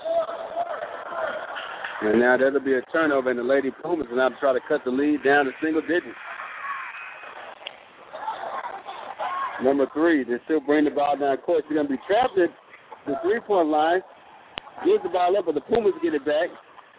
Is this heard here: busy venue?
yes